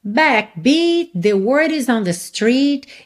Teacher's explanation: Então você nem ouve o T final de backbeat, porque já tá ligando em the word.